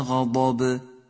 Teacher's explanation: لاحظ كيف وقفنا على حرف الباء بالسكون مع أنه حرف منون بالكسر غضب، ولكن في حالة الوقف استبدلنا تنوين الكسر بالسكون على عادة العرب في اللفظ.